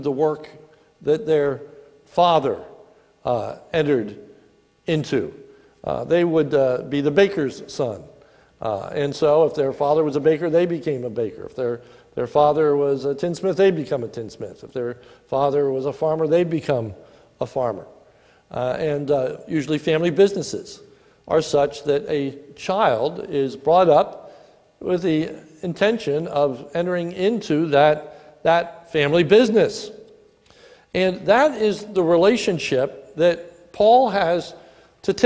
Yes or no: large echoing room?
yes